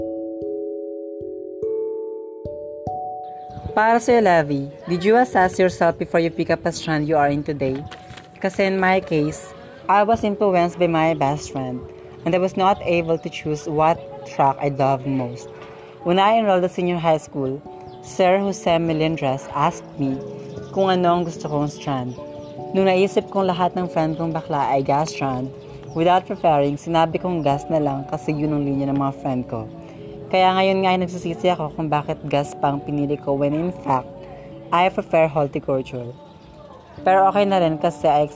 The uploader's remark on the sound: Sorry for our background.